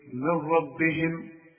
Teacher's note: النون بدغمها في الراء ادغام كامل بدون غنه، هقول ايه؟ من ربهم، والراء لا تغنى، يبقى انا هشبك الميم مع الراء.